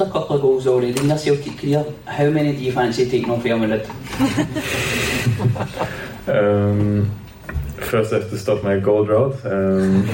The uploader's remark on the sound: At a recent Celtic press conference.